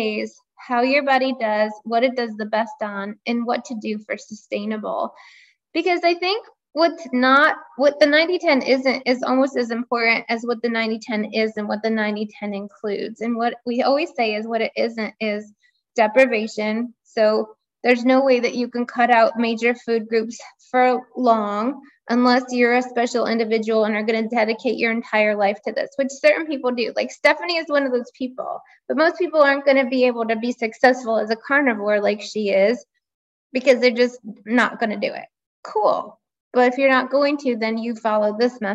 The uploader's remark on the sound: This was a live Zoom call with actual 90/10 Lifestyle participants.